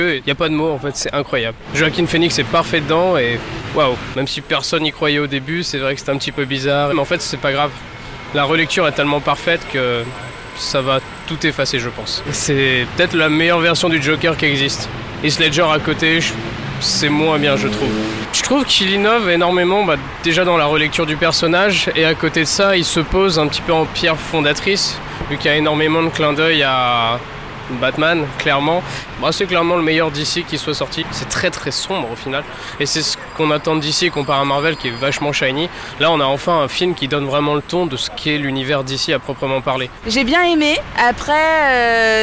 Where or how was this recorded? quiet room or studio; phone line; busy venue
busy venue